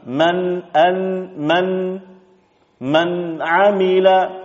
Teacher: ujung lidah telah mengetuk makhraj dari huruf nun pada taraf lisan · Term: nun sukun